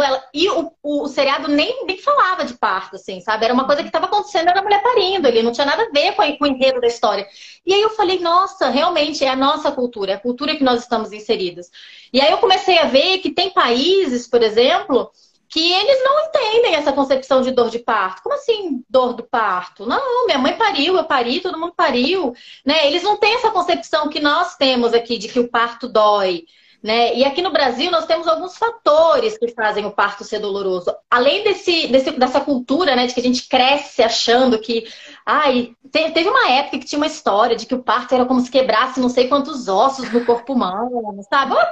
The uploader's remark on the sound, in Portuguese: A conversa foi gravada ao vivo pelo meu Instagram